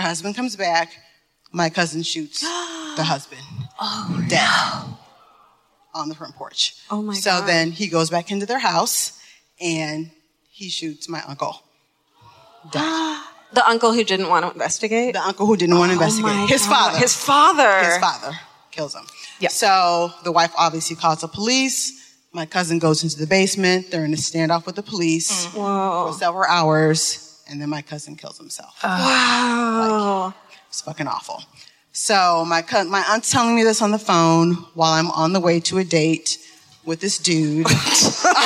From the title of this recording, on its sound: Live at the Fillmore in Detroit, MI (2017)